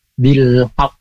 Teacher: Nah, itu qalqalah akbarnya ya. Kita qalqalah qaf kemudian ada tasydid